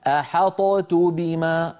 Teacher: نقلقل الطاء ثم ننطق تاء ثقيلة ثقيلة، والعرب يتجنبون في كلامهم الثقل.